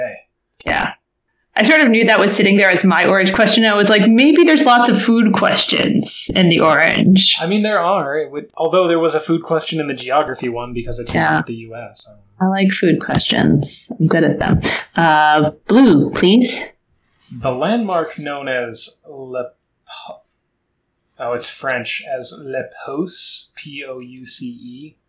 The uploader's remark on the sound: The audio quality is lower than normal